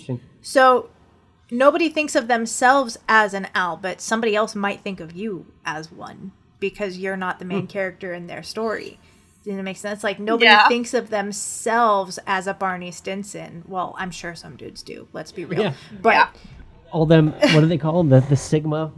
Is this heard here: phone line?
no